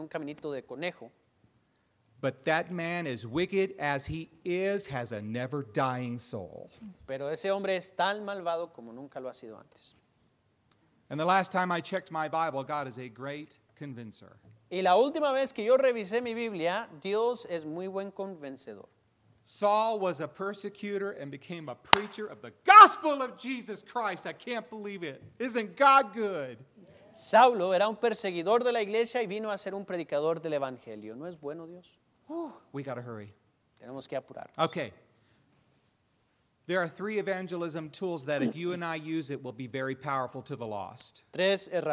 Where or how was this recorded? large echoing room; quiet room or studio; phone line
large echoing room